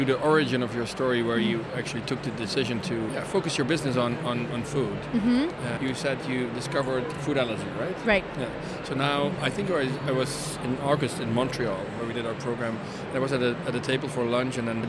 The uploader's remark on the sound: Live from #IMEXAmerica